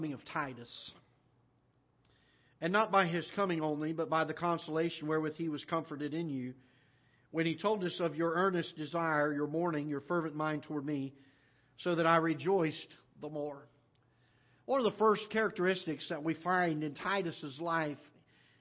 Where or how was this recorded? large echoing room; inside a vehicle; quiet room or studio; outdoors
large echoing room